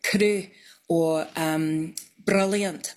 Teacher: tapped R, which is tip of the tongue on the gum ridge bouncing off. So it's like a rolled R, but it's like one instead of many, many all in a row, if you know what I mean.